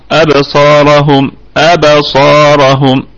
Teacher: الميم ستكون في الدرجة الرابعة من درجات الغنة لأنها ساكنة، وكمان هي مظهرة من حروف الإظهار الشفوي لأنها ساكنة، وبعدها حرف الكاف، فحرف الكاف من حروف الإظهار مع الميم الساكنة. · يبقى عندنا الصاد في أعلى مراتب التفخيم وكمان فيها مد طبيعي وصلا وقفا، والراء مفخمة وبقية الكلمة مرققة، يبقى عندنا الصاد مفخمة في الدرجة الأولى، وعندنا الراء مفخمة، وبقية الكلمة كلها مرققة، والميم ميم الجمع ولا روم فيها ولا إشمام لأنها ميم جمع.